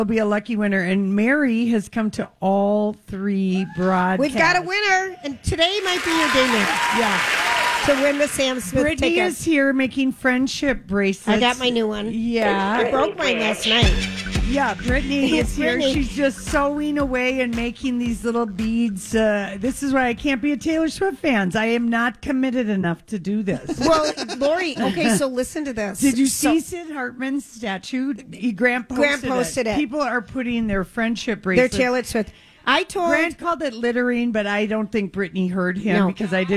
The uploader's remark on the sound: live form Chanhassen Dinner Theatres